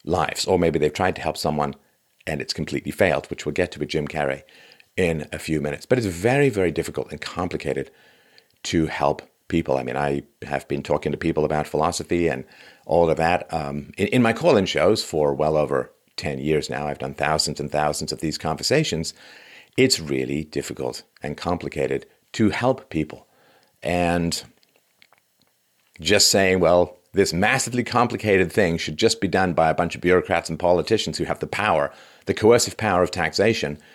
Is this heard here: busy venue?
no